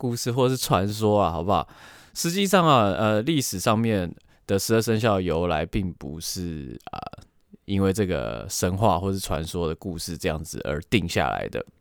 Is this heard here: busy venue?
no